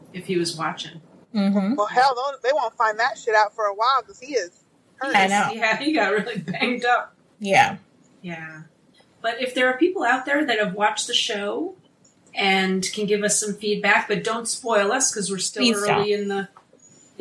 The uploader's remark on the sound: Car-casting so please excuse the audio quality of this episode.